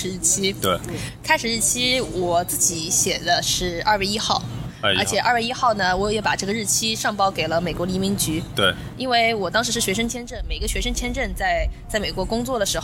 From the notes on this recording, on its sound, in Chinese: 户外录音，稍有杂音，多谢谅解